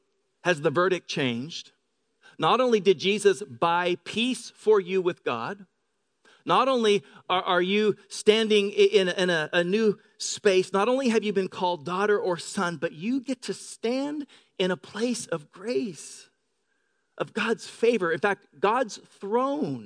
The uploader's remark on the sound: Grace Church of La Verne.